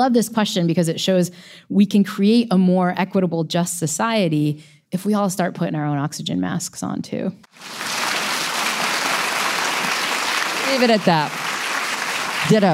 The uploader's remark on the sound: Live from Toronto. Came together at Toronto's Hot Docs Festival to answer these and other questions from a live audience.